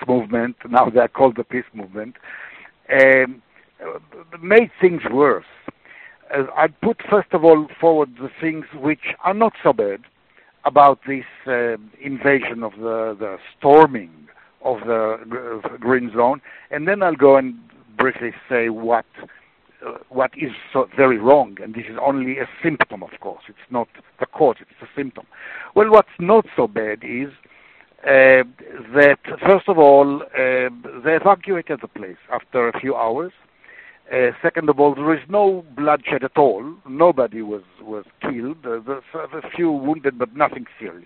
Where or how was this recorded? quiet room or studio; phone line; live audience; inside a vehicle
phone line